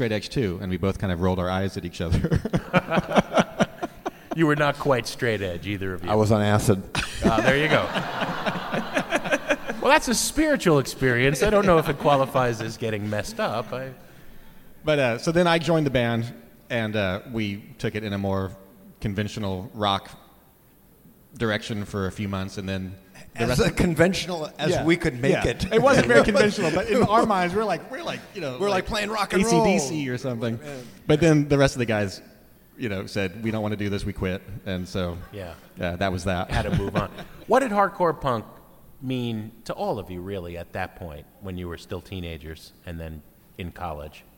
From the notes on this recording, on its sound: Performs in front of a hometown Seattle audience.